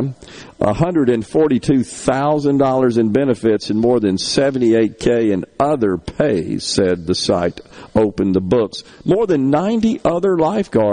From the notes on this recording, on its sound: MidDays is LIVE from Oxford High School for the Ribbon Cutting Ceremony at the Center for Applied Engineering on the Oxford HS campus